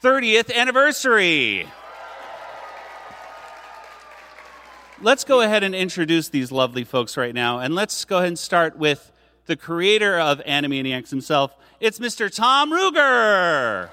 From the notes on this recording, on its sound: Panel audio from WonderCon 2023. Members of the audience ask some burning questions and the panelists provide some hilarious answers.